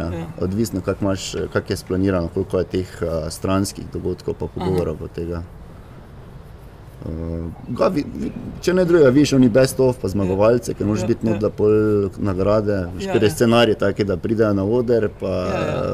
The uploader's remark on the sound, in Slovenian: na ulici pred hišo ter pred publiko